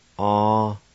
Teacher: there's a faint H sound between the A and the L